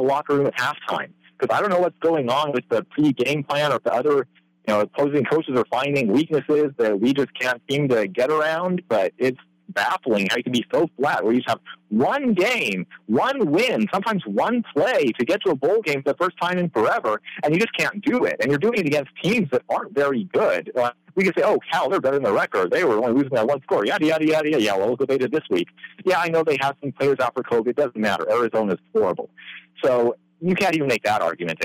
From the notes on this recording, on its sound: Colorado Postgame Call-In Show.